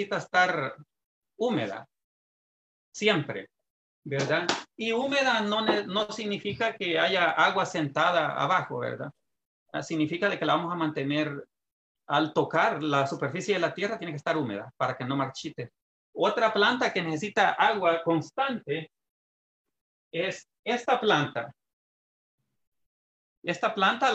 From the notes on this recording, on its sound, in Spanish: por Zoom y Facebook en vivo